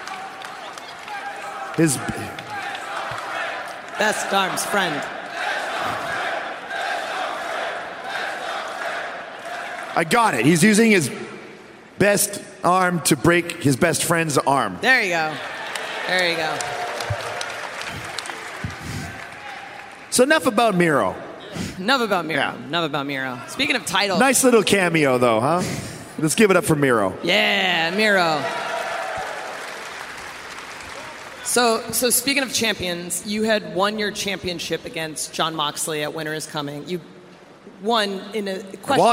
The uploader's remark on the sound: AEW Unrestricted was live at FanFest with a fantastic lineup of guests!